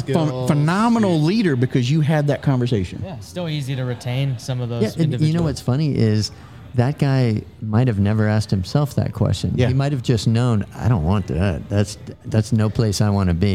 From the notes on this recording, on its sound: Taped at Line Creek Brewing Co., Fayetteville, GA